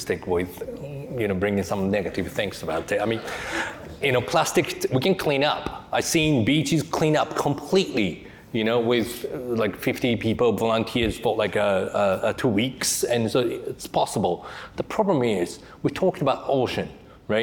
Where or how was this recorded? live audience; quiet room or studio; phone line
live audience